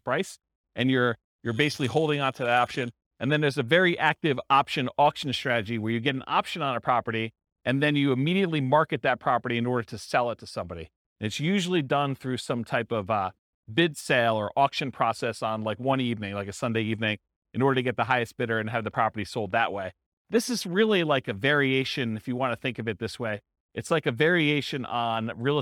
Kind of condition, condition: setting, live audience